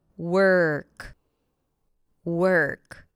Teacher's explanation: Basically, what happens is that you transition from the W sound to the R, skipping the O, skipping the representation of the O.